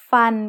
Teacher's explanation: it's mid-tone, because it has a low-class consonant with a live ending